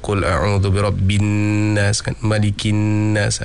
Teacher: Dan kemudian kalau boleh setiap daripada huruf-huruf yang ada dengung, iaitu wajibul ghunnah ataupun mana-mana ikhfa ataupun hukum-hukum yang terkait dengan dengung, itu kalau boleh diambil dengan dua harakat. Antara contoh pada surah An-Nas ini, setiap hujungnya semua ada dengung.